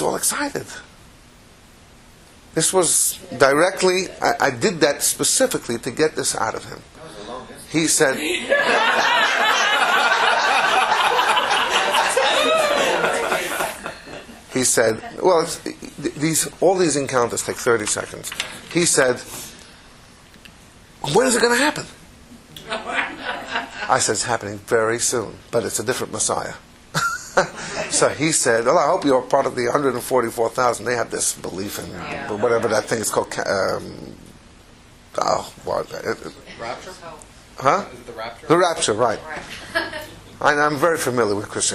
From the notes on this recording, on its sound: Recorded live at Atlanta.